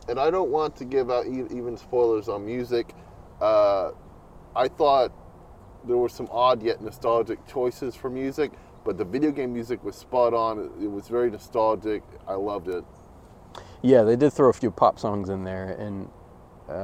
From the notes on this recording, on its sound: We recently watched the new Super Mario Bros film and recorded this short vidcast in the parking lot of the theater.